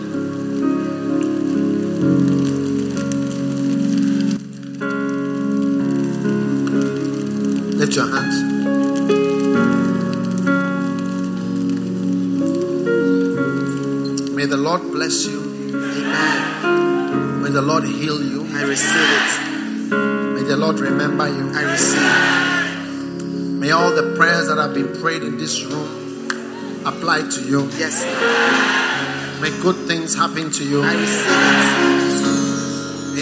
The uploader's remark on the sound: Preached at the First Love Center, Accra.